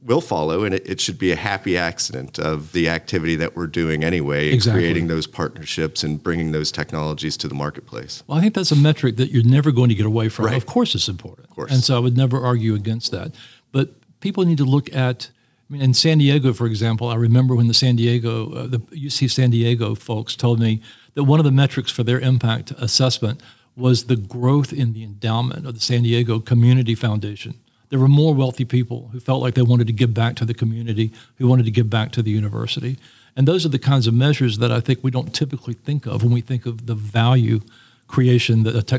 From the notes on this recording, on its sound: This episode was recorded at Bio on the Bayou, the annual event in New Orleans.